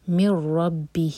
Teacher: یہ ادغام بغیر غنہ کا تو یہاں پر نون کا ساؤنڈ بالکل نہیں آئے گا, من ربہ، ہی مد صلہ صغرا، فانتہا، جب اخفا کریں